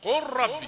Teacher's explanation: ادغام بغير غنى، لام ساكنه وبعدها راء